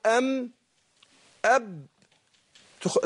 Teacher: الشفتين معا بيخرج منهم الايه قلنا الميم والباء والواو. الميم والباء تخرجان بانطباق الشفتين